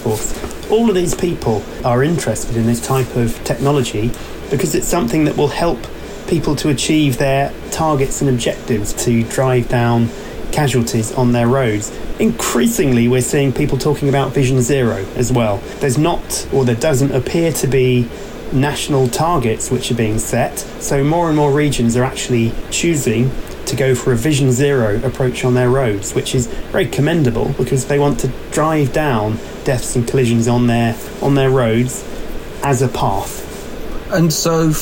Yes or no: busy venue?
yes